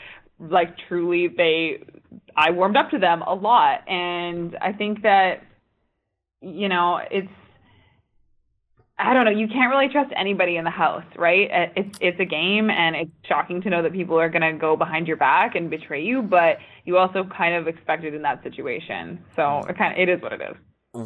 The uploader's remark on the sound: Phone Interview